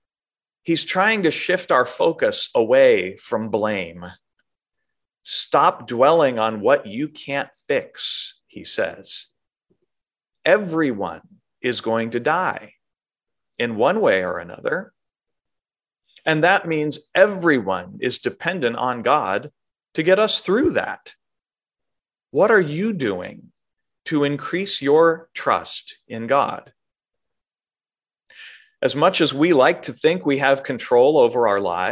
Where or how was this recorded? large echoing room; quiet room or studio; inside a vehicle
large echoing room